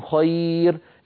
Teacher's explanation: لابد من إظهار النون عند الخاء